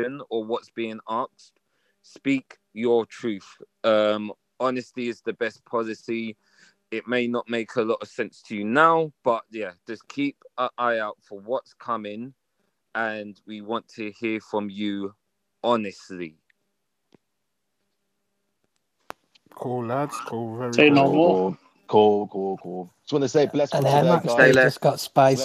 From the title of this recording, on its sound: The Panel Clubhouse Session